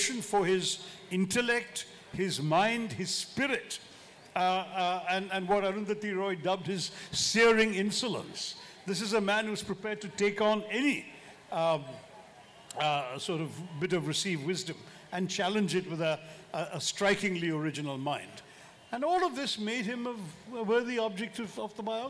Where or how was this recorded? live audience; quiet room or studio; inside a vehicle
live audience